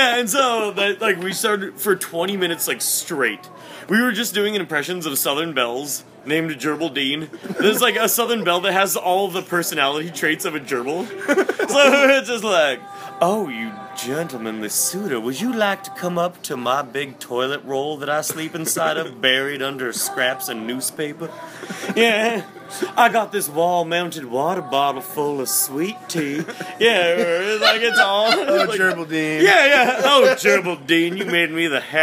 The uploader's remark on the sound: an impromptu night out on the town recording